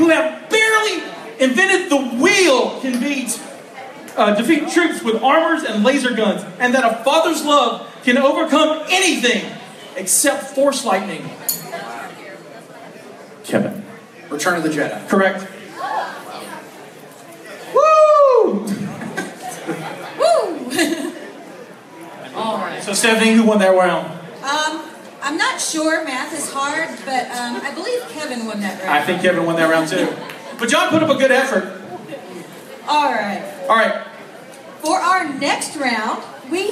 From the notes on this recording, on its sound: This week we are live from Charleston, West Virgniia at ShockaCon.